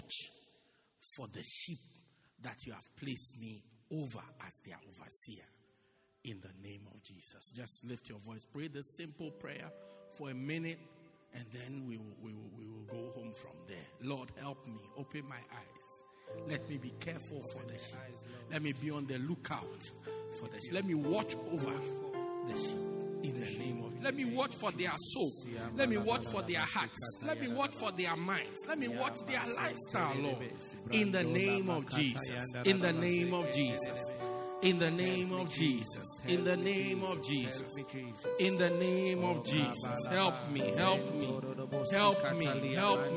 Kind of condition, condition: setting, large echoing room